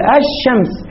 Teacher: لام وشين مخرجهما متقاربين، متقارب المخرج